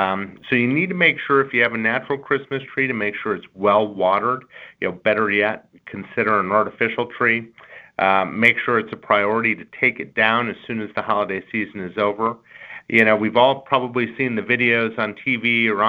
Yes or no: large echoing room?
no